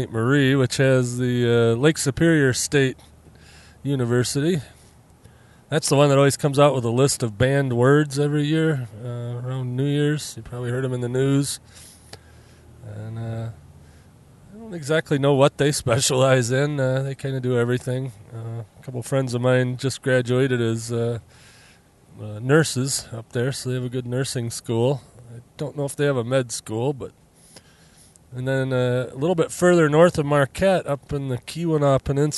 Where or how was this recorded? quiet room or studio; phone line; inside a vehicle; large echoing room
inside a vehicle